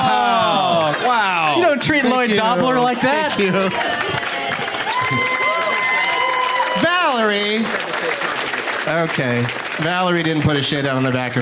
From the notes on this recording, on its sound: Live from the Punchline Comedy Club in Sacramento